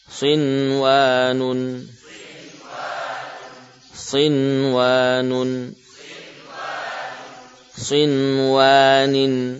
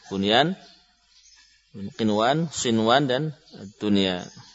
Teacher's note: cara membacanya dengan idhar ya, dengan tetap menampakkan nun sebagai huruf nun sukun ya. · Term: idhar mutlak